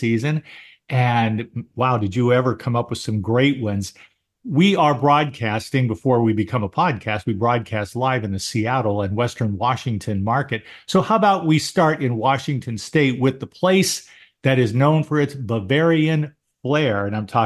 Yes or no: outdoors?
no